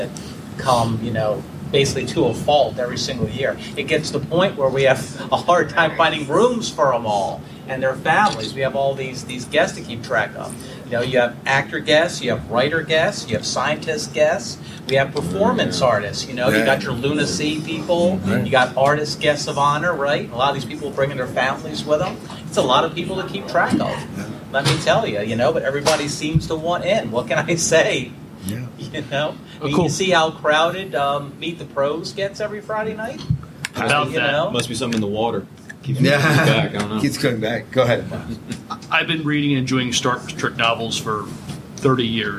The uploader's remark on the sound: Live from Shore Leave 40. With a live audience.